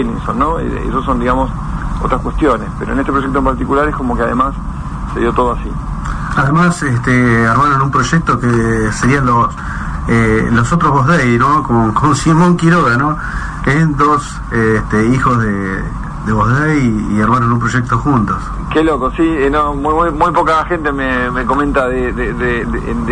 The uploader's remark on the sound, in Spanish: Nota telefónica.